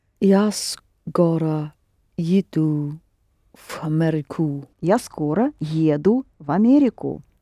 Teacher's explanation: America starts with A, so you pronounce V Америку together.